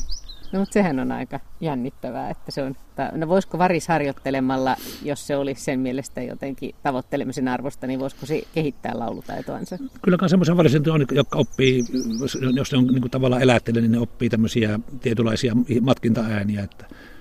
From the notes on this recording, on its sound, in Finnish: kävi Liminganlahdella jututtamassa